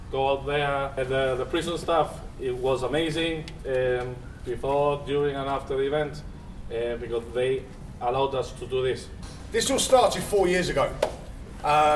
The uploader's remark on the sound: The challenge sees competitors climb the Med Steps in the Upper Rock Nature Reserve five times either in teams of five as a relay or individually. Last year I had a go and took my microphone along with me, in this podcast episode you can hear how I got on - it was very hard work!! The Med Steps 5 Challenge is organised by the Gibraltar Prison Service. Mixed with Gibraltar atmospheric sounds.